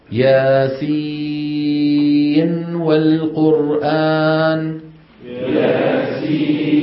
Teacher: بدك تقرأ النون قرع بعدين بتجيب واو · Term: الإظهار